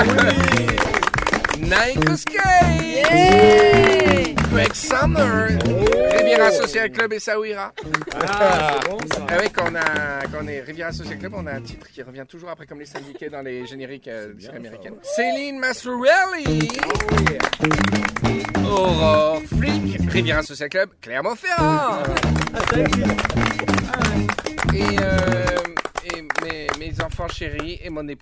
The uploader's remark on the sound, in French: Captation et mise en ambiance d'un barbecue entre presque tous les rivieros du sud.